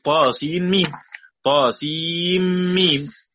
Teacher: سين مكسورة، ياء مد نون ساكنة بعدها ميم